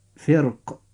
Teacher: إذا كانت الراء ساكنة وقبلها كسرة وبعدها حرف استعلاء مكسور، ففي هذه الحالة يجوز التفخيم ويجوز الترقيق · Term: جواز التفخيم أو الترقيق